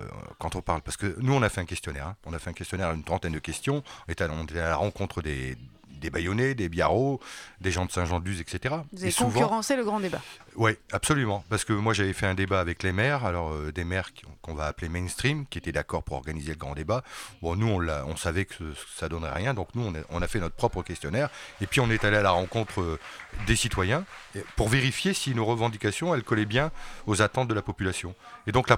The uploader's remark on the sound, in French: Libre antenne Gilets Jaunes à la seconde Assemblée des Assemblées à Saint-Nazaire.